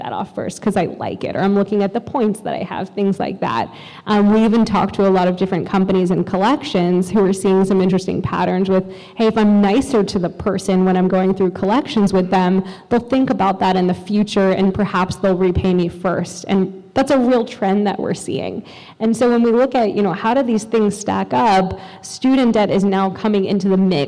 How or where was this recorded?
busy venue